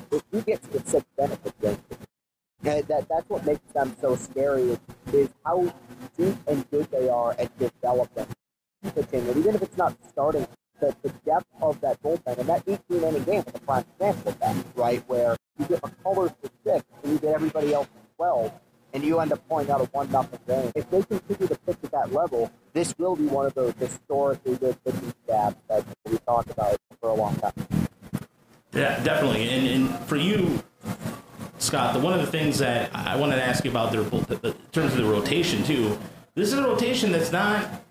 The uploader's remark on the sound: This was recorded live on Thursday, October 20th at the Woodward Sports Studio. Apologies on the audio quality but you will hear about that soon enough.